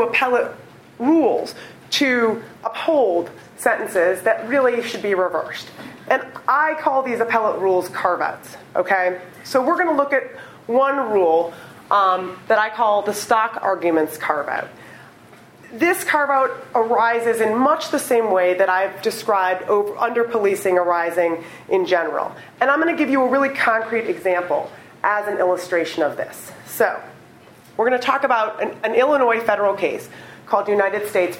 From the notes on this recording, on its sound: Recorded on April 13, 2015, as part of the Chicago’s Best Ideas lecture series.